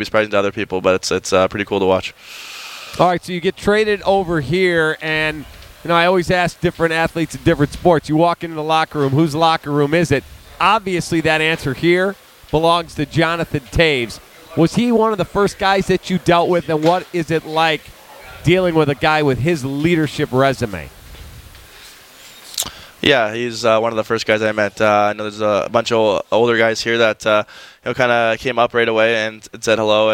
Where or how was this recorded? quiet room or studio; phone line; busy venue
busy venue